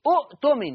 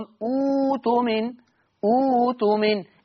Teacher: يبقى الهمزة اللي وراها هبدلها واو لأن ضمت همزة الوصل · Shown in: second take · Term: إبدال الهمز الساكن